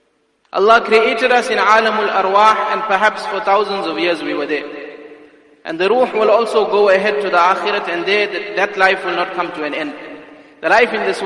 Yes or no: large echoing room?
yes